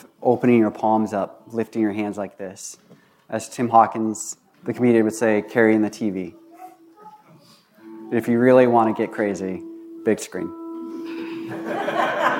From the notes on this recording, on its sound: This was recorded on May 1, 2022 at Bethel Church in Ridgefield, Wa.